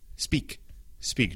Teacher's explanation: tienes que no hacer el sonido de E antes de la S, ¿sabes? O sea, no es speak, es speak, speak.